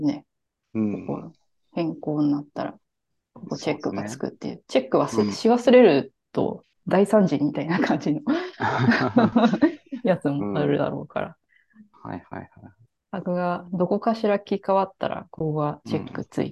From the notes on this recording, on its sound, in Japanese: zoomを使って録音しています。